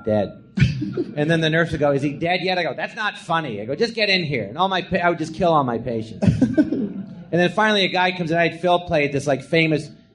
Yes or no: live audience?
yes